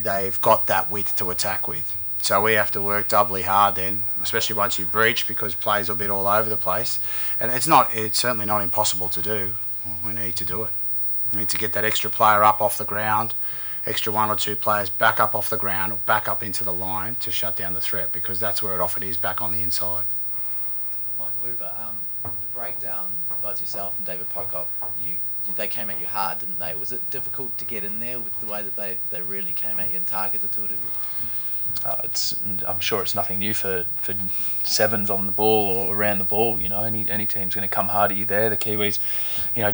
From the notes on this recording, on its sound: PRESS CONFERENCE: Wallabies following loss to All Blacks. Loss to the All Blacks at Eden Park.